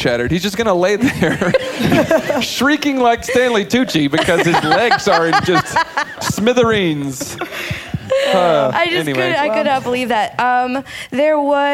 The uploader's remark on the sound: Close out season 1 in front a live audience.